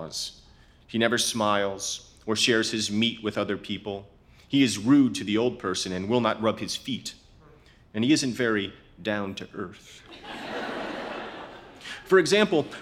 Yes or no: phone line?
no